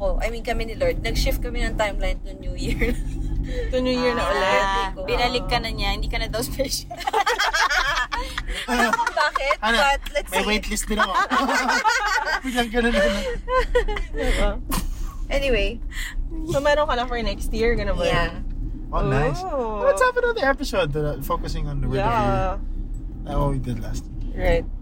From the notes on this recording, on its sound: it’s our first time to record inside the car - roadtrip style!